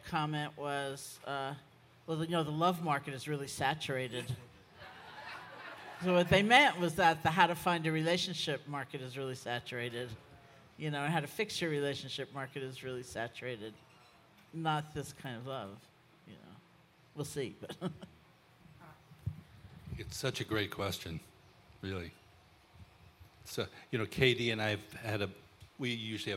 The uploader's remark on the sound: Live from the 2017 Spring on Maui Retreat